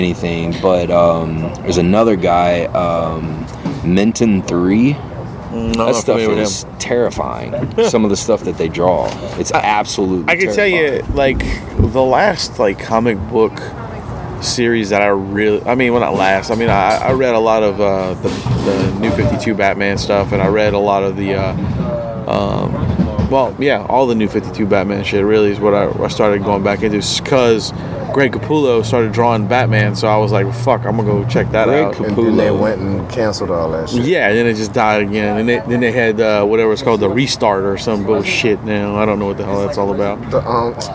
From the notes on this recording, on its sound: Record a live remote outside of the Babylon Sports Bar.